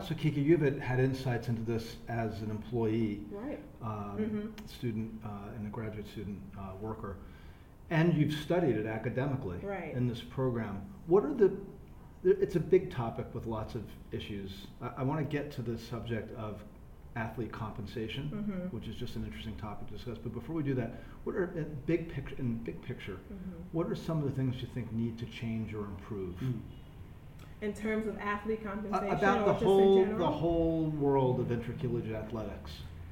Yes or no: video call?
no